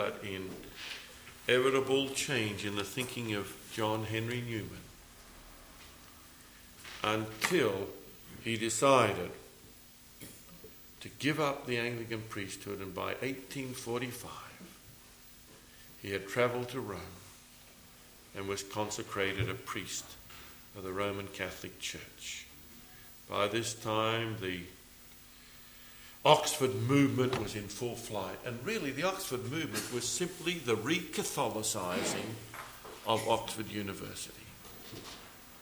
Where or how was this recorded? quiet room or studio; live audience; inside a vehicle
live audience